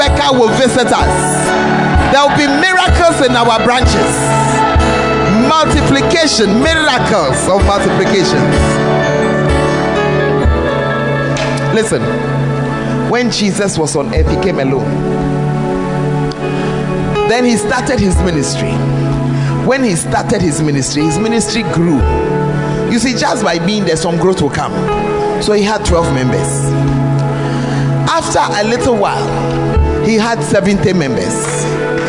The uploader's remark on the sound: Preached At The 12 Foundations Of The Bacenta Camp